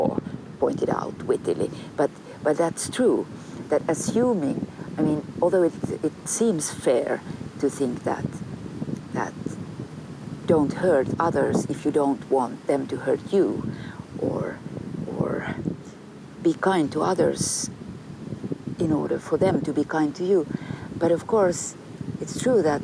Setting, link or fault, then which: setting, outdoors